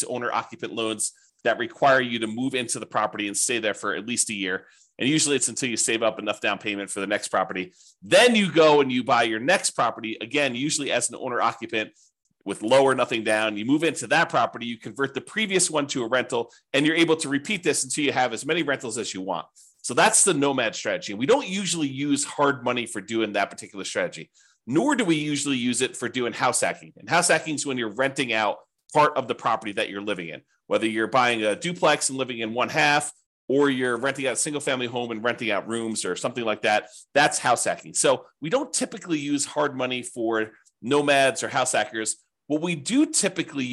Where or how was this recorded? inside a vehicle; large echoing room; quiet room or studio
quiet room or studio